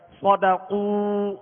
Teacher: ایک الف کی مقدار کھینچیں گے اور ہونٹوں کو کامل گول کریں گے تاکہ معروف طریقے سے ادا ہو، اگر کامل گول نہ کیا تو مجھول پڑھا جائے گا، صدقوا پڑھا جائے گا، لہذا صدقوا ہونٹوں کو گول کریں گے. · Term: واو مدہ